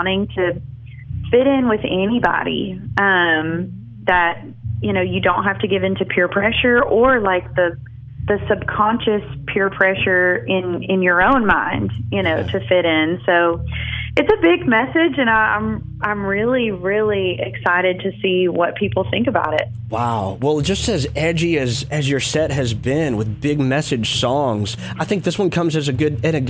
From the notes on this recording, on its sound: Joins the MY-101.5 morning show by phone.